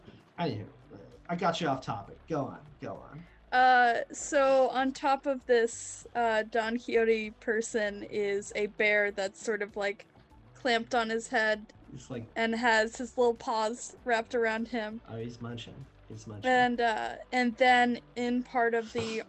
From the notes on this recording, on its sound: Sometimes, it's just kinda hard to talk in the car. Lofi background music: Epidemic Sound.